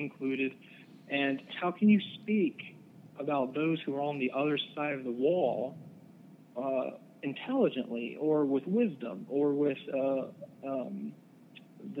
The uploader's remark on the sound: I talked on the phone